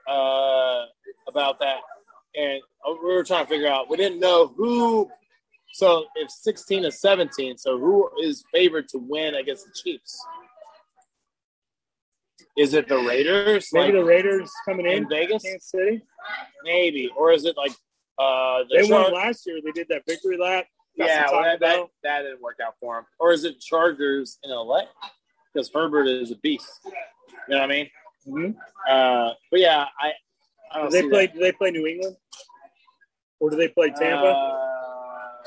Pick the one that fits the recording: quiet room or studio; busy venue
busy venue